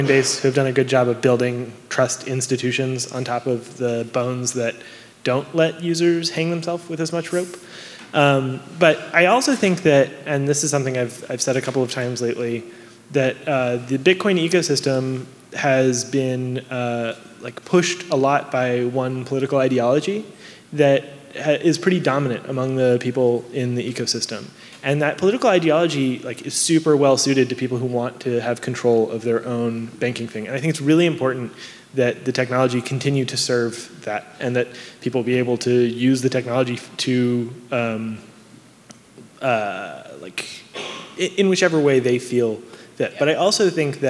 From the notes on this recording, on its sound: Last month, I put on a suit and headed to San Francisco for the Future of Digital Currency and Blockchain conference. The second panel I moderated at the event. This episode was minimally edited.